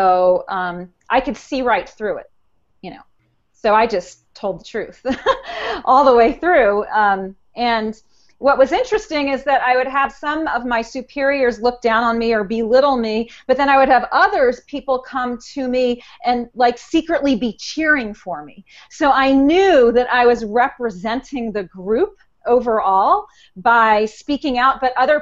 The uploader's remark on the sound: This is the audio portion of a Google Hangout from the Suicide Prevention Social Media community.